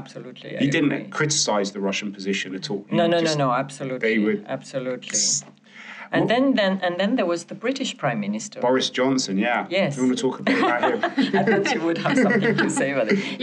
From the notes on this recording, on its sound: Reporting from Munich Security Conference. Live from the Munich Security Conference (MSC)! In one of the many rooms of the Bayerischer Hof.